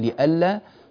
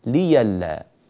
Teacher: هي همز من الهمز المفرد ويبدله ورش رحمه الله من طريق الأزرق، يبدله ياء · Shown in: second take